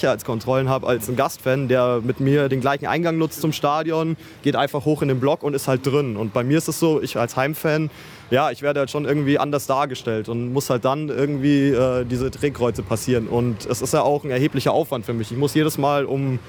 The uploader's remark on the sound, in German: Am vergangenen Heimspiel gegen Hannover wurde erstmals die freie Blockwahl getestet. Wir waren live in der Südkurve und haben uns die Sache mal direkt angeschaut und zahlreiche Interviews mit Fans.